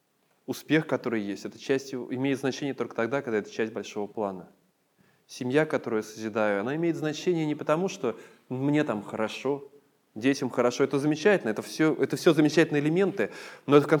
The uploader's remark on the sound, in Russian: Полная запись богослужения.